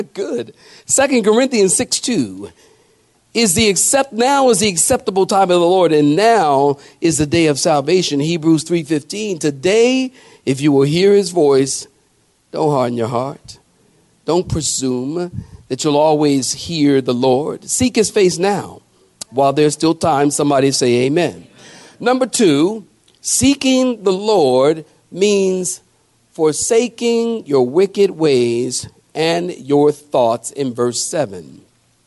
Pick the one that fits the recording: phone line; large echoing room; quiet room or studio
large echoing room